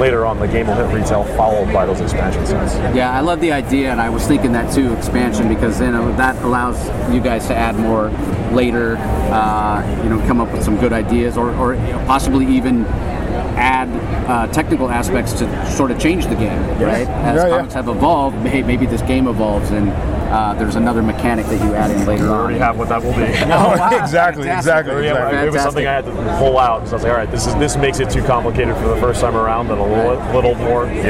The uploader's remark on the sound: LIVE from SDCC '23